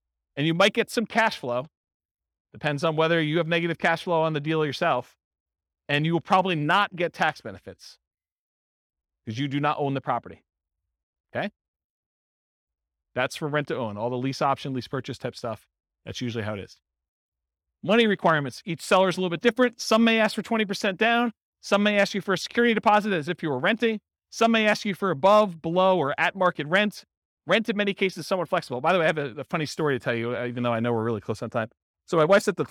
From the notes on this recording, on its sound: This was a live class recorded. Roseville, California.